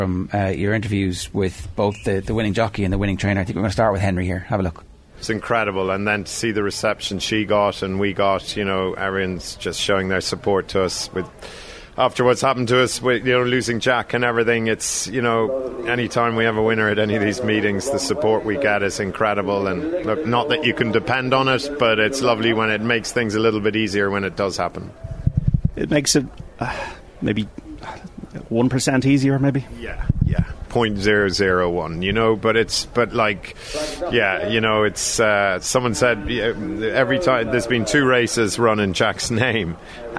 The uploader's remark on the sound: It's Day 2 of Cheltenham. Live from the racecourse.